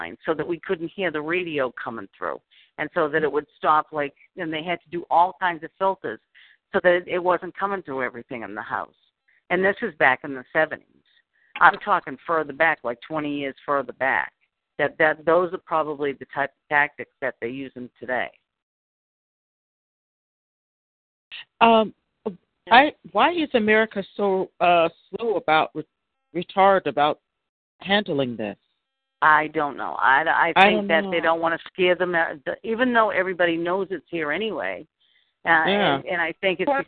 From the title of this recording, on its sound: FFCHT Conference Call